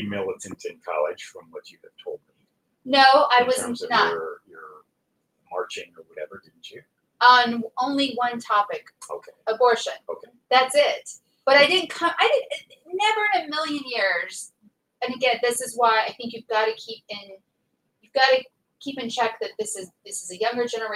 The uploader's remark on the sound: We apologize for any audio quality issues.